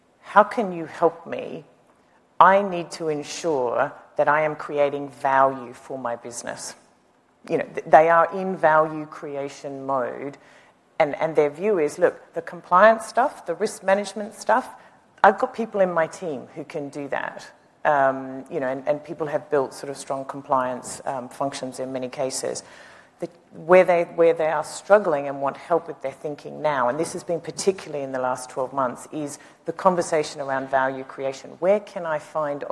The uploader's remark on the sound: The best of live interviews from GreenBiz events.